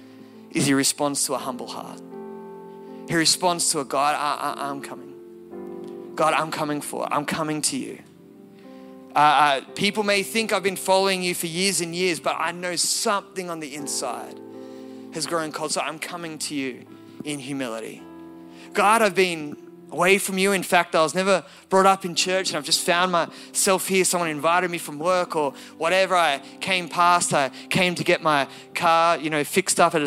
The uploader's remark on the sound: Recorded at Elevation Hills Sydney.